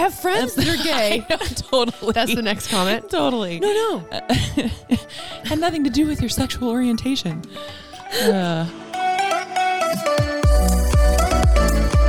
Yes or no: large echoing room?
no